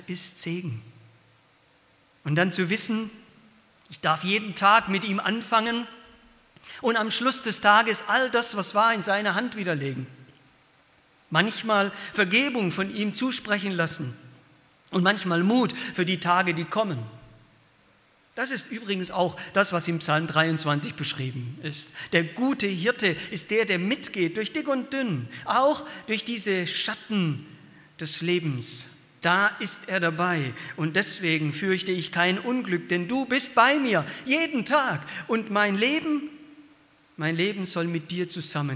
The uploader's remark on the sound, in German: aus dem Gottesdienst der Liebenzeller Mission